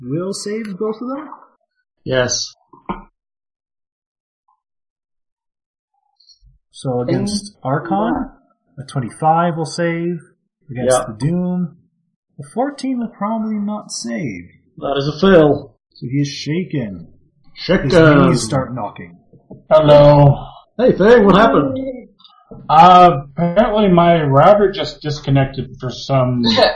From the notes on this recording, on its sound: Apologies for any technical issues heard in this episode. We are having some problems with our local Comcast service being at capacity in the neighborhood.